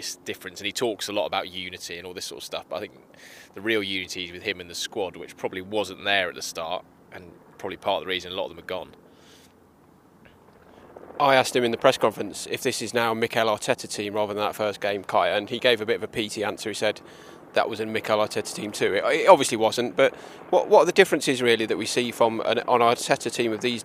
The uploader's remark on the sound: The first time we've ever recorded in-person. Live (in a fashion) from the back of London Colney Retail Park having just been to Costa. Live from a cark park near you.